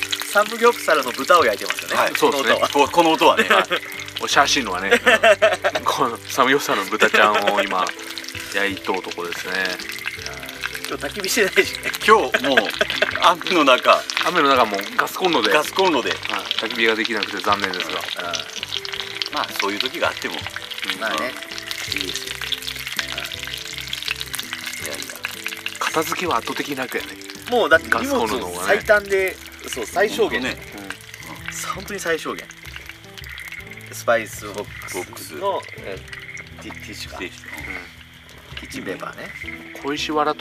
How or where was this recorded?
outdoors